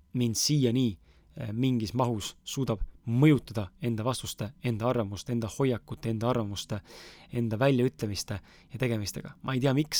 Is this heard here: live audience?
no